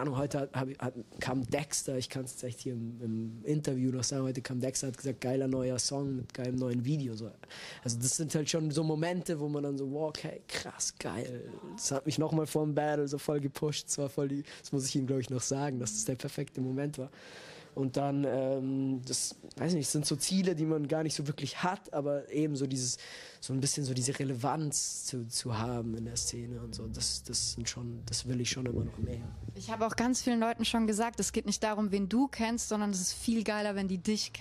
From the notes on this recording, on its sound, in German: Auf dem Tapefabrik-Festival in Wiesbaden. Es ist eines der fünf Interviews, die wir vor Ort gedreht haben.